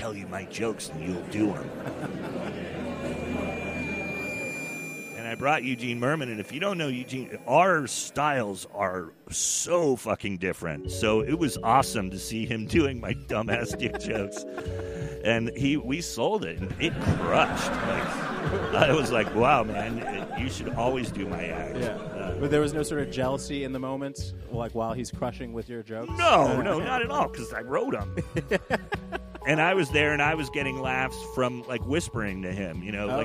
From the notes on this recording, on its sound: In this live episode recorded at the Witching Hour Festival in Iowa City.